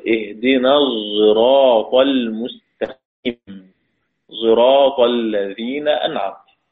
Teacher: يختلط الحرفان فينتج عنهما صوتا ثالثا، يأخذ من الصاد استعلاؤها وبعض صفاتها، ويأخذ من الزاي صوتها · Term: إشمام الصاد صوت الزاي